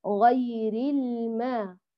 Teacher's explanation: المغضوب الماء ولا الما، لا نفخمها وكمان ما نقللها، غير الما، الما مرققة قائمة دون تقليل أو إنالة · بنرقق الميم وبعدين نفخم الغين